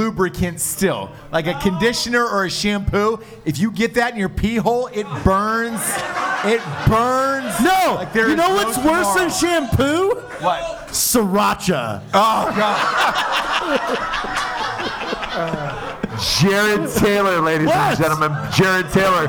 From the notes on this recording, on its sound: A live Christmas show in Wilmington, NC. Guests are invited on stage and someone's mom even calls in.